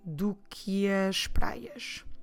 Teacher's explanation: This happens because after the que, we have a word starting with a vowel. So because of that, we tend to naturally run them together.